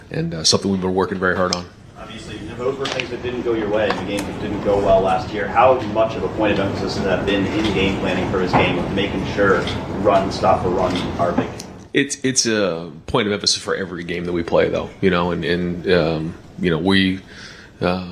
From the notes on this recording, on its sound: Press conference. Addresses the media on Tuesday August 30, 2022 at the Woody Hayes Athletic Center in Columbus, Ohio. During this news conference.